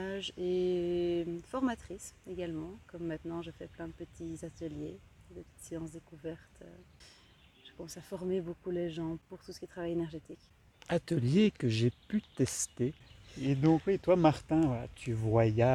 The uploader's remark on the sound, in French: Ways (Genappe). Le bruit du vent dans les feuilles en guest en plus du couple d'invités multipreneurs, slasheurs.